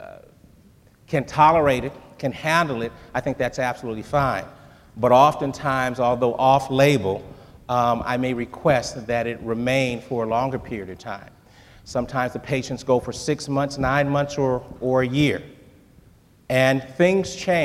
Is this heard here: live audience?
yes